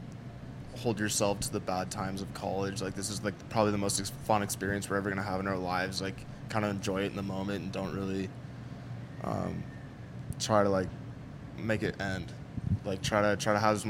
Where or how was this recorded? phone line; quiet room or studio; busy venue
busy venue